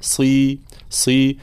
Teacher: في قوله تعالى إنه كان صديقا نبيئا، طبعا لابد أولا كلمة صديقا بيان كسر الصاد، كسرة خالصة، صاد مفخمة نعم مطبقة، ولكن هنا لابد من بيان حركة الكسر